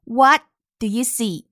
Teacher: what 的 t 在这里可以失去爆破，读成 what do yousee？做出口型就可以。我们还要注意两个简单的关键词，see，发的是长音，e，see，look，注意，两个 O 发